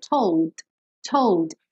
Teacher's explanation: Se você quiser falar esse D, told, told, ele tem que ser só o D, só a percussão · Term: consoante oclusiva